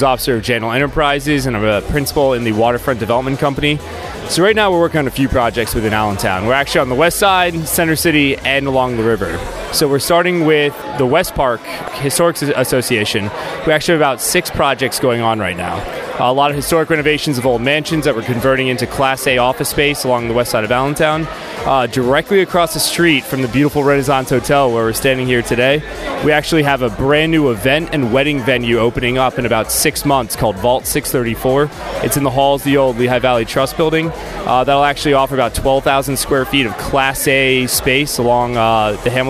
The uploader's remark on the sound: LIVE from the Launch Party of Issue No 1